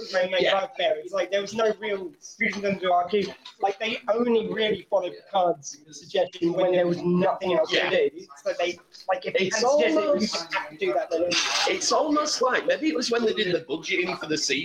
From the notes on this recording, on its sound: This episode was rerecorded in a pub so the sound quality may not be of the usual quality.